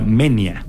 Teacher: se pronuncia Menia, porque es diptongo, entonces va junto